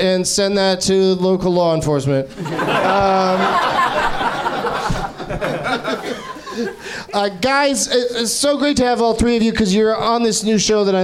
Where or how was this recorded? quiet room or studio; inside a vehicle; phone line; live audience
live audience